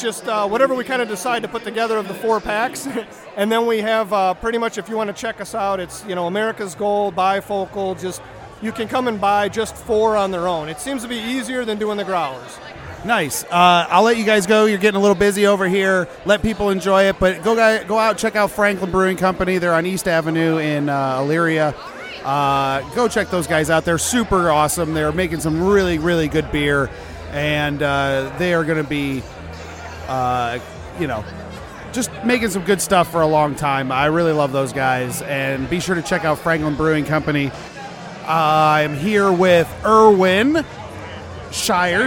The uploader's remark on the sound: Live From Medina Beer Fest.